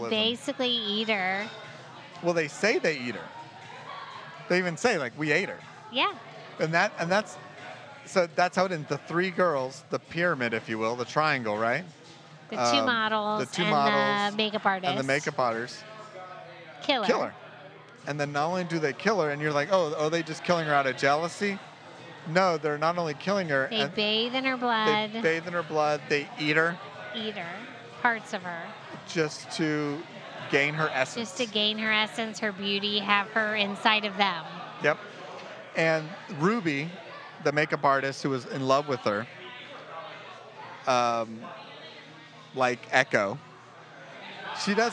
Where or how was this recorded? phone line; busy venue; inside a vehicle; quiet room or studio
busy venue